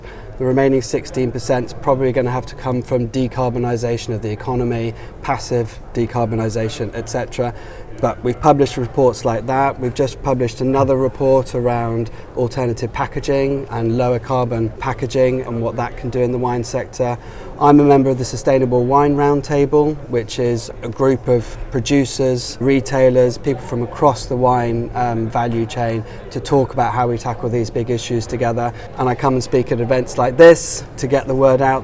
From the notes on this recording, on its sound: At Innovation Forum’s recent Future of Food EU conference